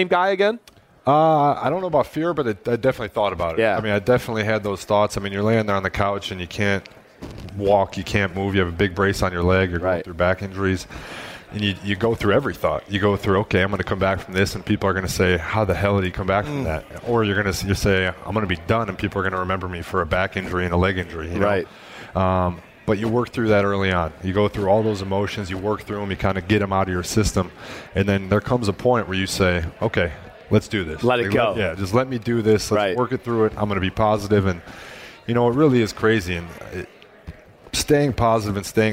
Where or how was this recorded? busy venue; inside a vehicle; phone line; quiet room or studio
busy venue